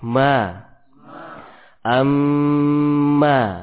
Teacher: keluarnya suara mim tadi adalah disebabkan sifat gunnah yang senantiasa mengikuti huruf mim.